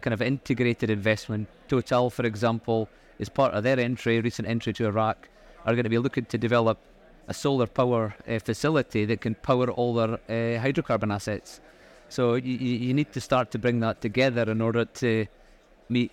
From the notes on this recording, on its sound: Recorded live at ADIPEC 2023